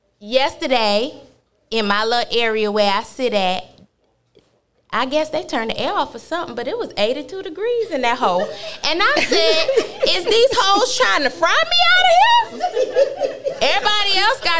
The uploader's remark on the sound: WE LIVE AND OUTSIDE!!!!! Tune in as they interact with the live audience.